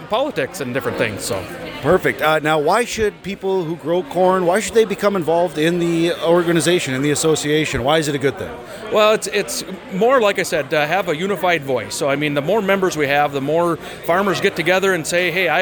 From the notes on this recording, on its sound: during NDCGA's 35th anniversary celebration on Monday, August 8th in Mapleton, ND